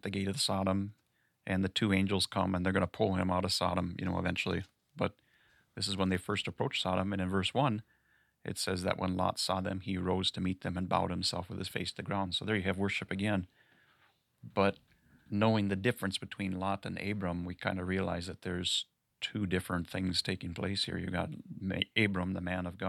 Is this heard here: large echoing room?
no